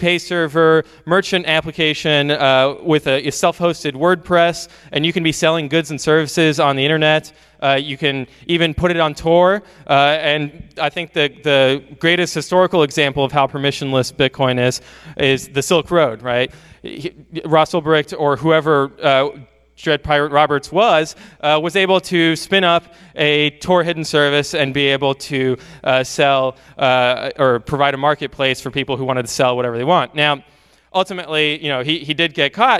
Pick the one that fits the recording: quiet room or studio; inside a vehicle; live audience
live audience